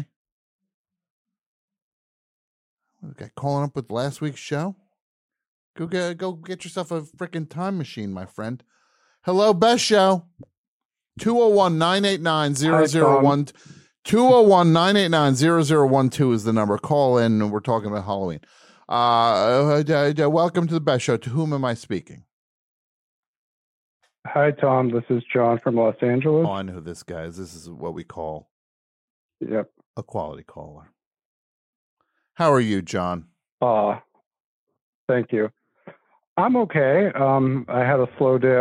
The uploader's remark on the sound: Answers live calls about costumes, candy, party decorations, and more.